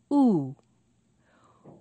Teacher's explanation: called a high back vowel sound because the tongue is high in the back of the mouth